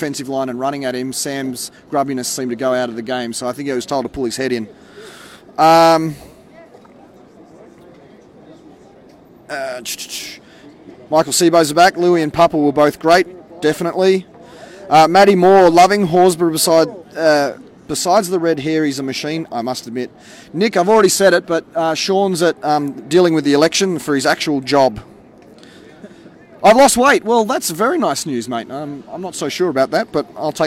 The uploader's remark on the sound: on location at Canberra Stadium